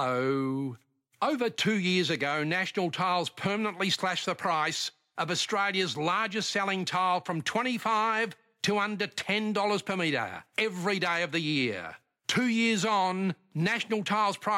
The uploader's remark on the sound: jumped on the line